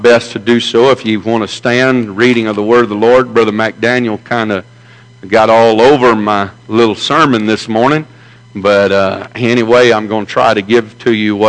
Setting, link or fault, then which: setting, large echoing room